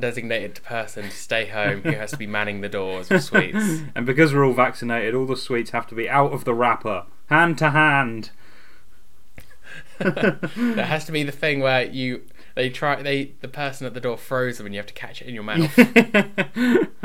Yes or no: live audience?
no